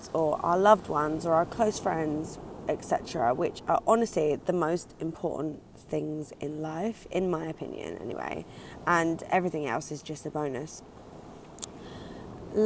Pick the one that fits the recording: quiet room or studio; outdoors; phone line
outdoors